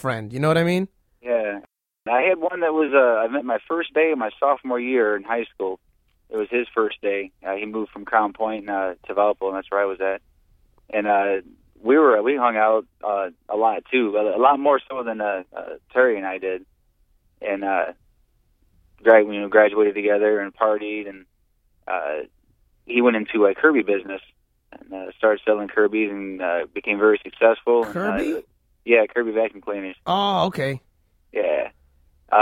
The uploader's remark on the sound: Called in to the studio to talk about friendships.